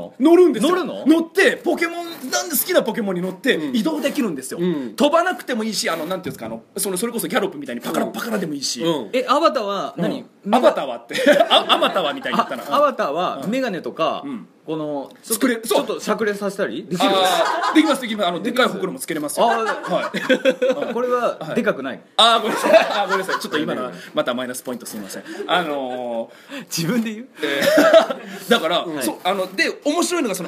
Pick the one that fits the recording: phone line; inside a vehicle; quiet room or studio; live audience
live audience